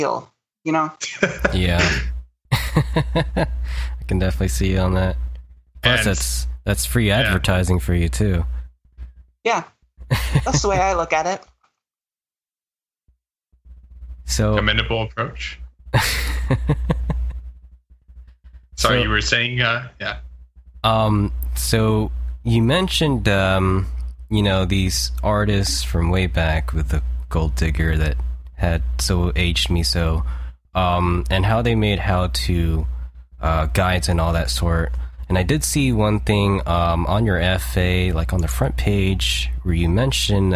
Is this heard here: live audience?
no